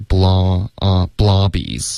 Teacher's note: Brooklyn 的口音啊一般就会有一个 a 的这个音 blobbies，然后这个 a 也会带一点鼻音，这个 blobbies，所以大家可以听一下这个发音特别典型啊，真的有一种鼻音感觉在里边、yep，就特别重的鼻音。那咱要注意的有什么？还是不难呢？这句、这一句还行，就是有一些省略 didn't 的特省略，然后 tell us about 这一段有一个有两个字三个字的连读 tell us about 后面就还没什么变化、来吧，整体读吧。